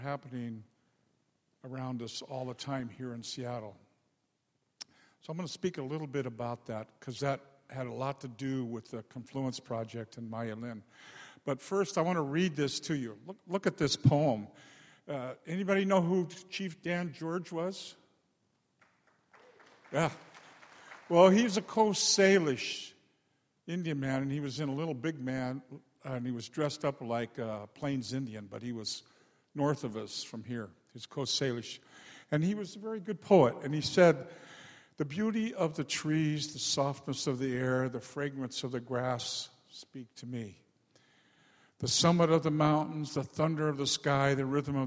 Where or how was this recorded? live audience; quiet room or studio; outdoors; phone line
live audience